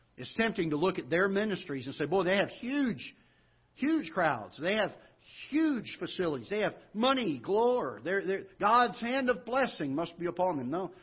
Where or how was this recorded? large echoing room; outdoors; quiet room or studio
large echoing room